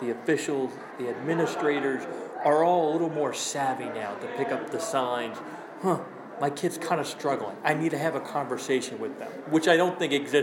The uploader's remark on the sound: spoke to more than 500 people at the Ramsey High School auditorium